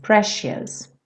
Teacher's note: Esse C com som de X.